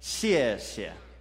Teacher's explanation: And this is fourth tone. So fourth tone is kind of like a sharp downward movement.